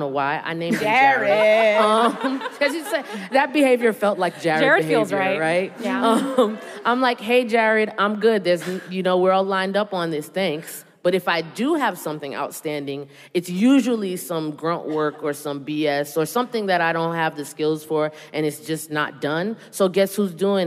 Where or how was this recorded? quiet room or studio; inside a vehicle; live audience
live audience